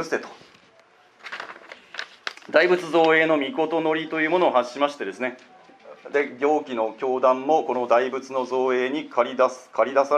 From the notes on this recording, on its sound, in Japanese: 講演録音。